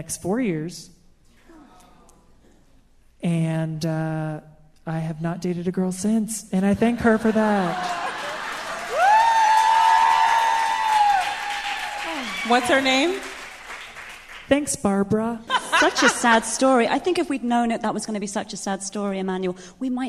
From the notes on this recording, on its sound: Our first live show!